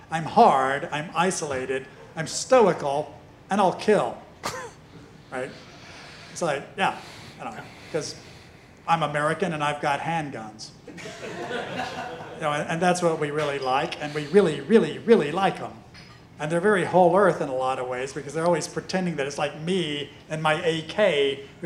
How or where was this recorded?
busy venue